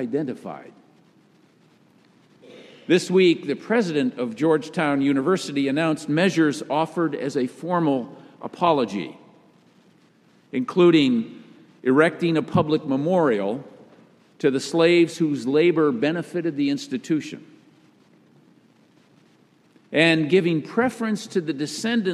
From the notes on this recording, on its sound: Message delivered during the Traditional Worship service. Message delivered during the Traditional Worship service.